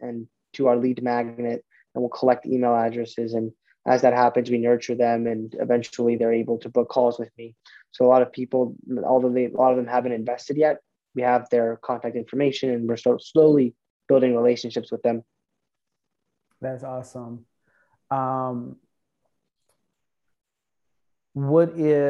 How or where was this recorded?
video call